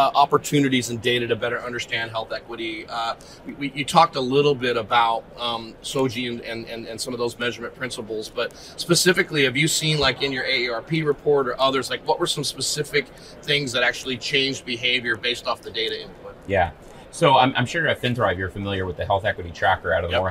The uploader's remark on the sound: Live at HIMSS